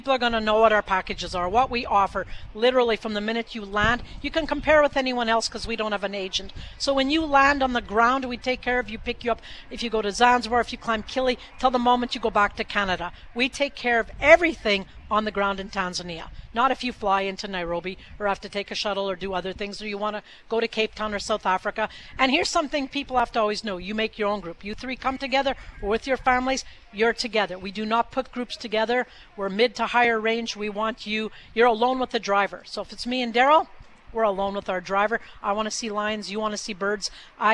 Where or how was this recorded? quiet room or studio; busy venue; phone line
busy venue